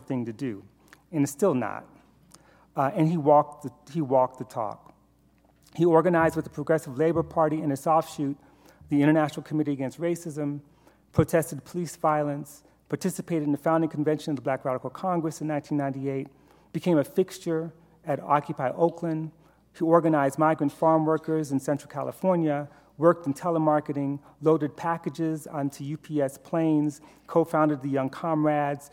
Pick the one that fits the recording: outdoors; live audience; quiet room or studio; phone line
live audience